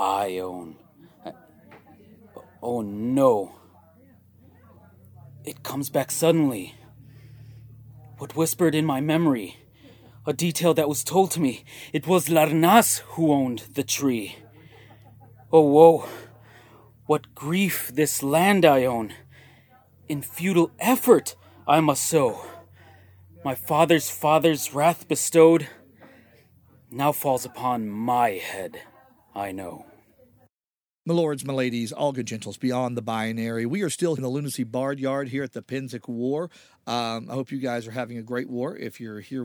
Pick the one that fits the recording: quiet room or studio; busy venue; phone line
busy venue